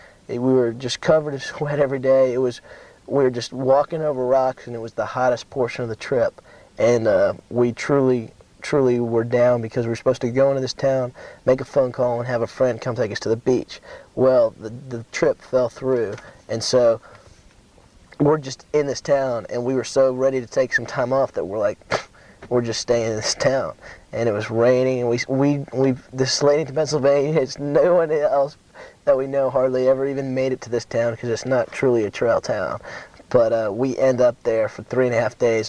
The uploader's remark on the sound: It was recorded at Trail Days on May 13, 1995 in Damascus, Virginia. The interview was done in a car and with a small handheld mic and cassette tape recorder. Don’t expect high fidelity in this recording.